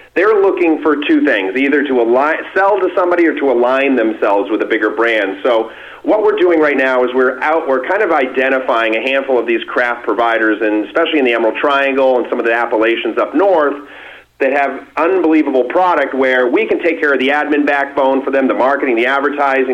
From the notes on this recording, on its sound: called in to SmallCapVoice